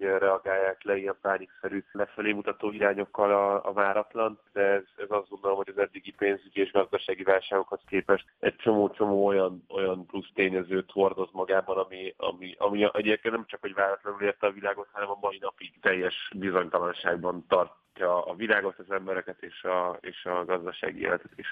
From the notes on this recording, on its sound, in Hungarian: telefonos vendégei